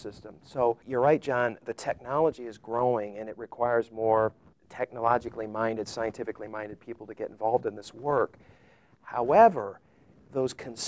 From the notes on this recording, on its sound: The majority of these interviews were recorded at the 2018 ASCLD Annual Symposium in Atlanta, Georgia.